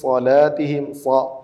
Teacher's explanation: സ്വ സ സ്വ രണ്ടും ഒരേ മഹ്റജാണ്, പക്ഷേ വ്യത്യസ്തമായ ശബ്ദം വരുന്നത് നാവിൻ്റെ അവസ്ഥയിലാണ്. നമ്മുടെ നാവ് ഉയർന്നു പൊങ്ങി നിൽക്കും, മേലെ അണ്ണാക്കിലേക്ക് ഉയർന്നിരിക്കുന്ന അവസ്ഥയിലാണ് വായ നിറഞ്ഞ ശബ്ദം സ്വാദിന് വരുന്നത്.